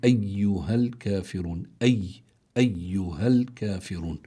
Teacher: الكافرون فيها مد الواو، أتى بعدها نون سكنت لأجل الوقف، فبيسموا هذا المد مد عارض للسكون